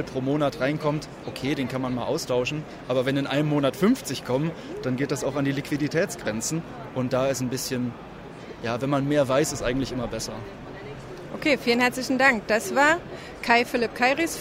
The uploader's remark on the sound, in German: auf der The smarter E in München